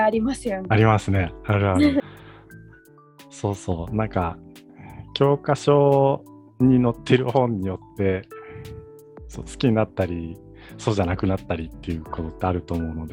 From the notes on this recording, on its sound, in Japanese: 収録の環境により、少しノイズが入っています。